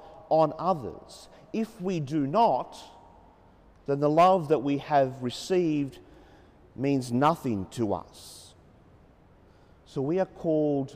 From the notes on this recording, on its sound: As preached during the 9.30am Mass at the Sacred Hamilton Cathedral, Hamilton.